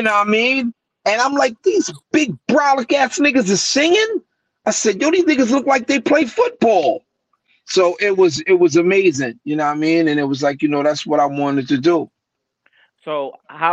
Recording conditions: video call